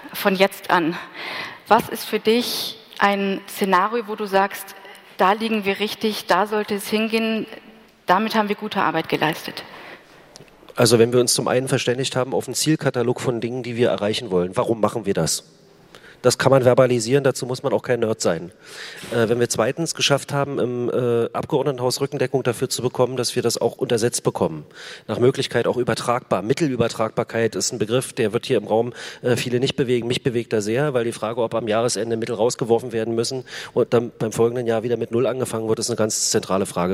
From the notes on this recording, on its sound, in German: Das Kick-Off-Panel auf der diesjährigen re:publica‘18